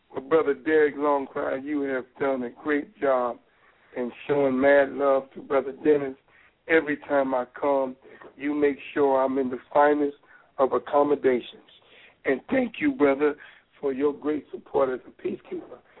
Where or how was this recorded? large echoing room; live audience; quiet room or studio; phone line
phone line